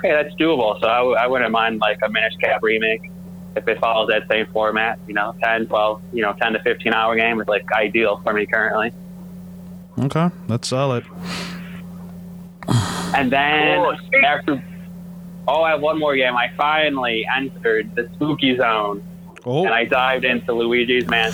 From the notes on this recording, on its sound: call in while on the road